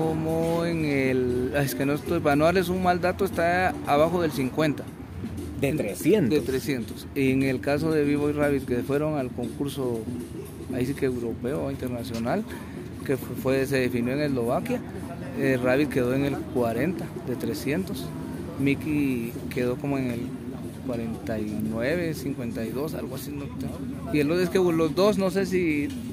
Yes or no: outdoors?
yes